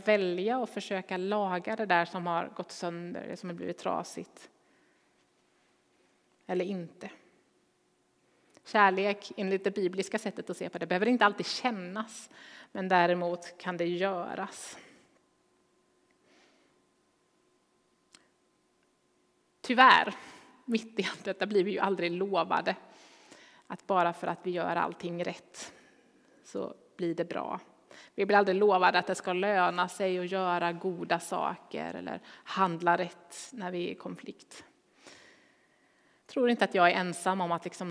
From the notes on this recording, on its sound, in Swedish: Inspelning från Immanuelskyrkan Skövde.